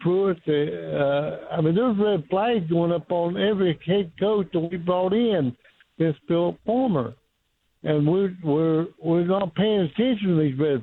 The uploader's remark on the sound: take your phone calls